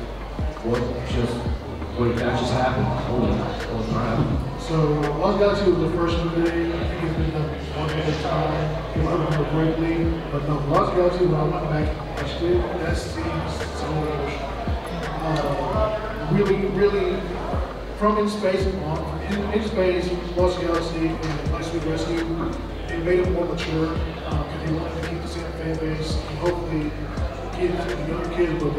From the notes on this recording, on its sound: We talk all thing Power Ranger during a panel at Metrotham Con 2023.